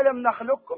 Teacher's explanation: كأن القاف ليست موجودة، من اللام إلى الكاف تشدد فقط الكاف · Term: الإدغام الكامل